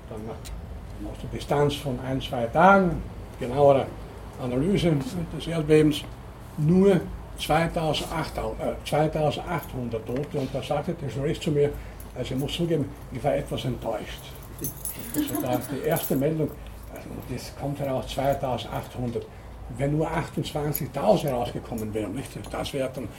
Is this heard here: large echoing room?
yes